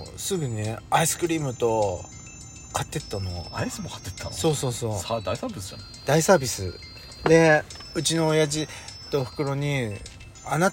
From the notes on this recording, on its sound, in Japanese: パーキング収録